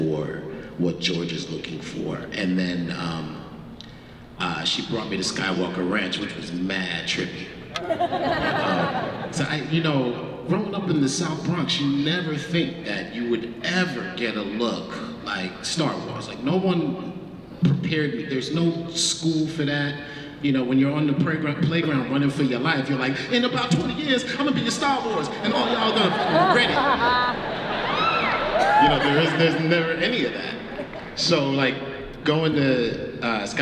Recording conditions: live audience